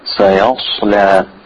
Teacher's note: you have the seen, which is thin, sod, which is thick, and the lamb, which is thin. So you have thin, thick, thin.